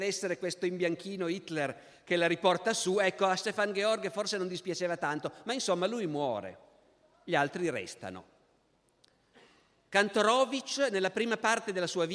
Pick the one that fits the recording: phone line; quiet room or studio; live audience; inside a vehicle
live audience